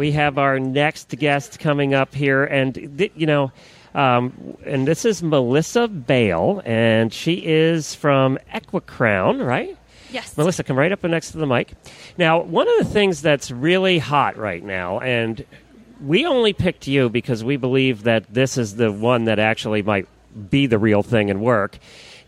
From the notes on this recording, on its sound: Live from AETA with a pile of guests.